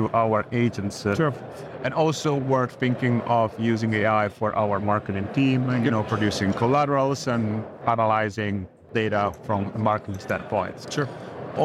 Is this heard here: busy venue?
yes